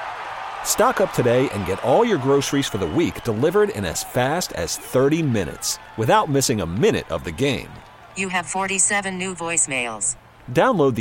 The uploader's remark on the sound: live in Las Vegas for Radio Row day 2